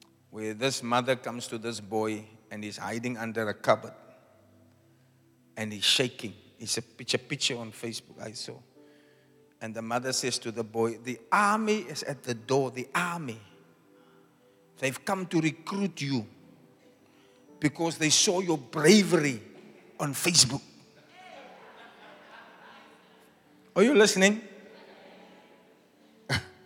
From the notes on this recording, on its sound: Preached At The Zion Sanctuary, Cape Town